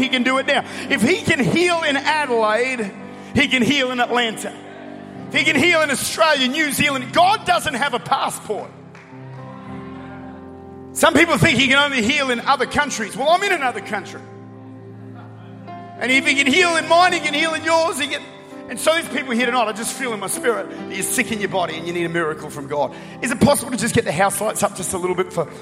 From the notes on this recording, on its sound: Recorded at The Church at Chapel Hill in Atlanta, Georgia